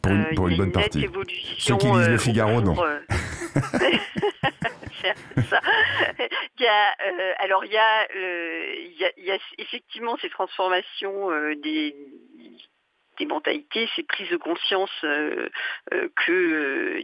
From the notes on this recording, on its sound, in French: En plateau (au téléphone)